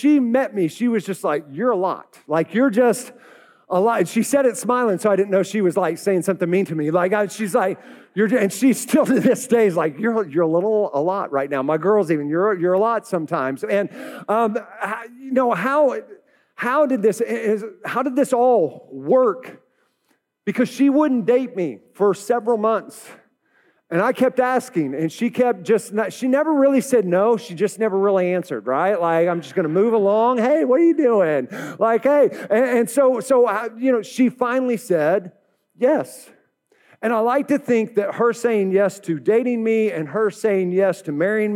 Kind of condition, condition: setting, live audience